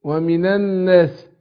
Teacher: طيب عندنا هنا اللام في الناس لام شمسية، يعني نقول ومن والنون مشددة. هنا عندنا اللام لام الناس مضغمة في النون زي لام الشمس